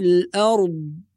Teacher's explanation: نحافظ على إخراج الضاد من المخرج الصحيح، يعني لا نحولها إلى ظاء، فلا نقول أرض كما ينطق البعض هذا خطأ، ولا نقول أرض بالقلقلة هذا أيضا خطأ، والصواب له ما في السماوات وما في الأرض وهو العلي العظيم.